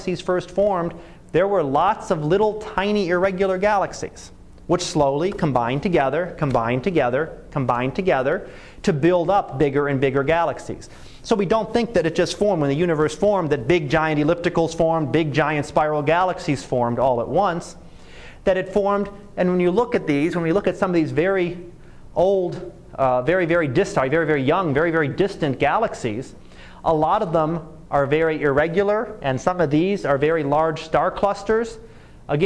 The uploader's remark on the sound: Live Class Lecture